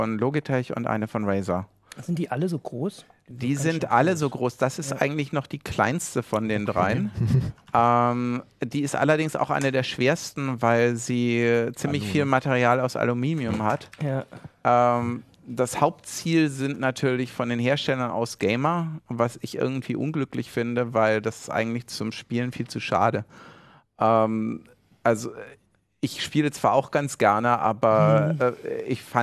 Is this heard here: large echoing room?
no